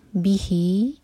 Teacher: بی ایک حرکہ اور ہی دو حرکہ لمبا، یہ ہے مد سلہ صغرا